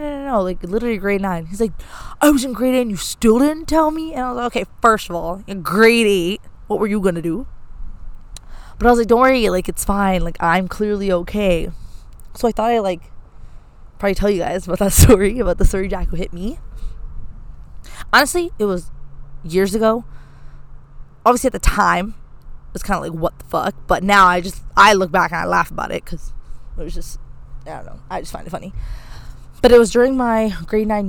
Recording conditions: wind noise